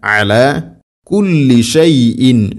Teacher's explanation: ഐൻ തൊണ്ടയുടെ മധ്യഭാഗം, എല എന്നല്ല, അലാ കുല്ലി ഷൈഇൻ ഷൈഇൻ ഖാ തൻവീന് ശേഷം ഖാഫ്.